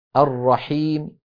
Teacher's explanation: إن وقفنا بالسكون نقول هكذا بسم الله الرحمن الرحيم، وإن وقفنا بالروم لا نمد العارضة للسكون ونأتي بميم صوتها منخفض مكسورة طبعا، بسم الله الرحمن الرحيم الرحيم، فنأتي بميم صوتها منخفض ولا نمد العارض للسكون، لأن الروم حكمه حكم الوصل، وفي الوصل لا مد للعارض للسكون.